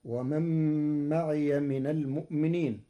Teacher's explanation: فقرأها ورش بإبدال الهمزة واوا من جنس حركة ما قبلها